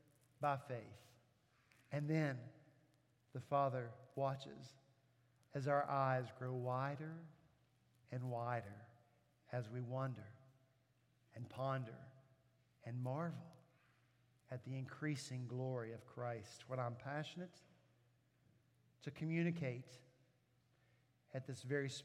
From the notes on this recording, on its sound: At Redeemer Presbyterian Church in Charleston, SC